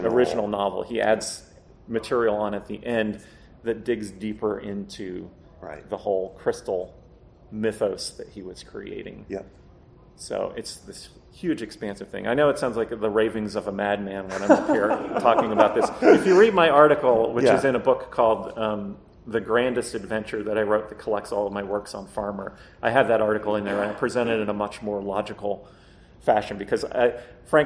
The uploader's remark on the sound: PulpFest 2023. The panel was part of FarmerCon 18.